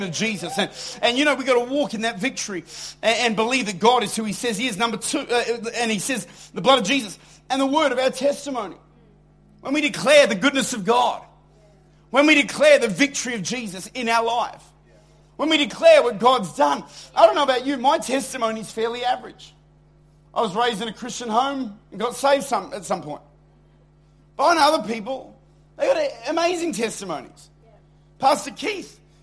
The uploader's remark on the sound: Recorded at Lifepoint Church, Adelaide.